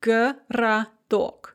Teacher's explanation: So городок, the first O is pronounced a, г, the second O is pronounced a, ra, and the third O, which is the one under stress, is pronounced O